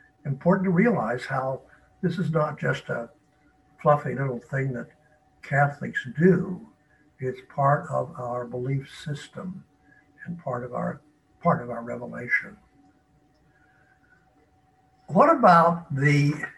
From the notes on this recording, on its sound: Originally delivered as a live webinar on November 1, 2020.